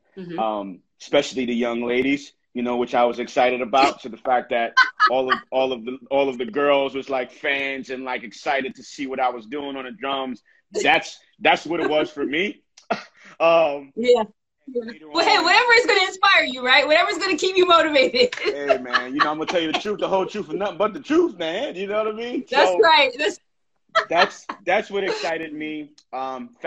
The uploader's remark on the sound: in a special Instagram Live #WFH edition